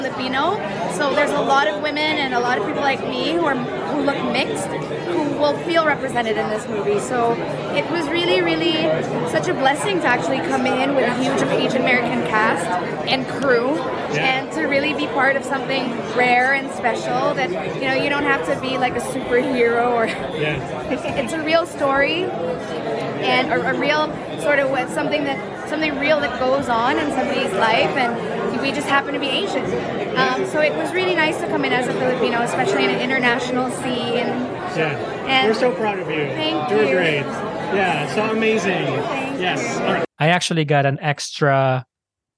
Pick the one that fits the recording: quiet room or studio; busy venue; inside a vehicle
busy venue